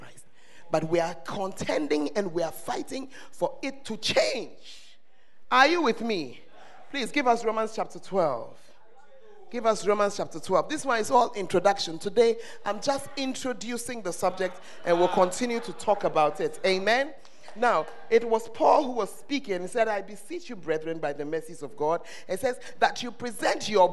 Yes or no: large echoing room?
yes